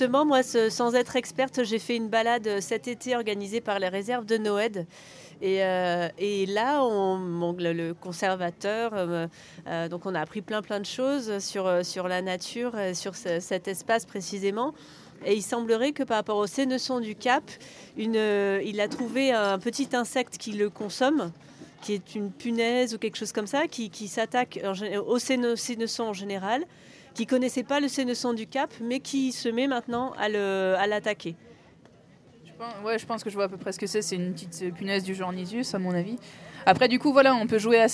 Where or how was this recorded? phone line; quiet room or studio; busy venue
busy venue